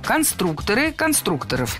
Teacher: Конструктора, конструкторов, это неверно. В слове «конструктор» ударение должно сохраняться на втором слоге, на «у». Поэтому конструкторы, конструкторов.